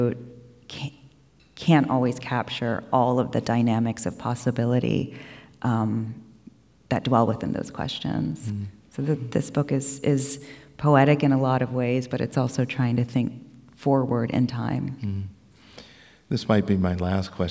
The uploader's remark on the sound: an event from the 2023 Portland Book Festival